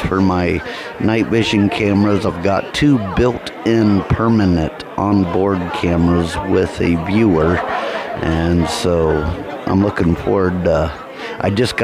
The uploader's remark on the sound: recording live from Penn-Ohio Paranormal Conference